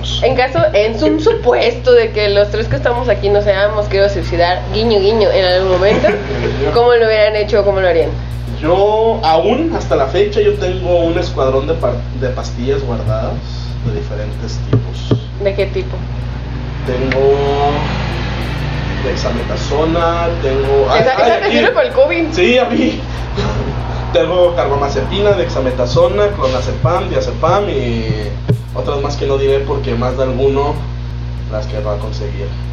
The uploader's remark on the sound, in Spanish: Sabemos que el audio es malo, estamos trabajando para solucionar eso lo mas pronto posible y también para dejar de golpear la mesa en cada frase que decimos